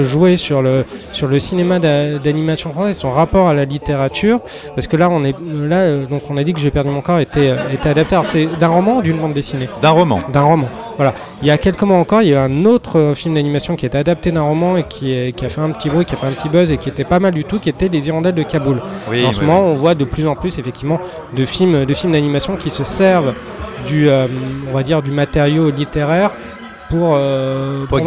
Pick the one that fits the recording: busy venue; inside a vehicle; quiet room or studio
busy venue